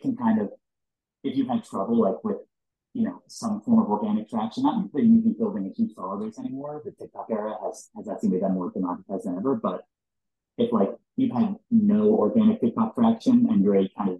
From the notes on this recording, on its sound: APOLOGIES ON THE AUDIO QUALITY